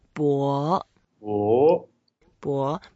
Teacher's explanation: because it's a second tone, you can go up a little bit and make it slightly longer